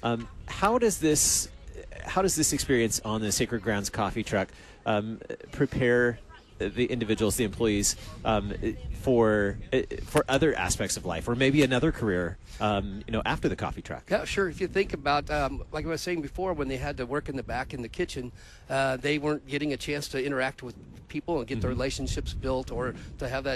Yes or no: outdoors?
yes